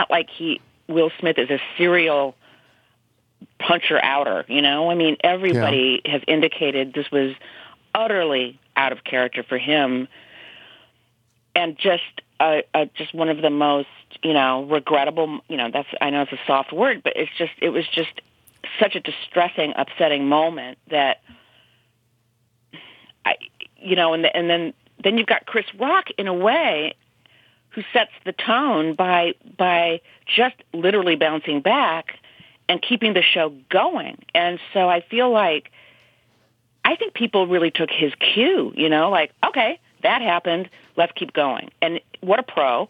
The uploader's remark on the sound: Calls in to give her thoughts on the … slap.